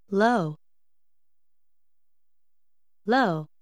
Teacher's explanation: Note o he aspirado no princípio da palavra e o som do l em inglês.